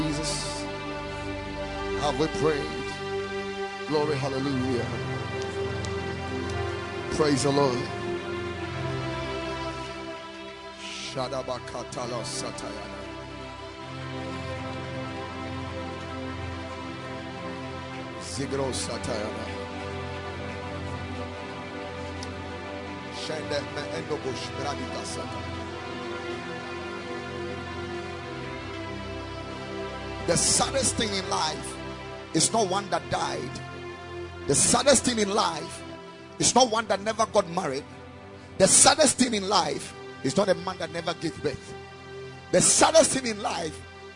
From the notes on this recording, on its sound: Preached at the Sunday Service